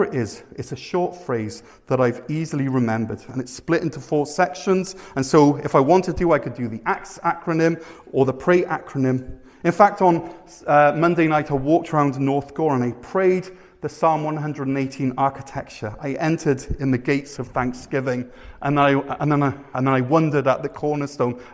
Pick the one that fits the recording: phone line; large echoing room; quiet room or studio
large echoing room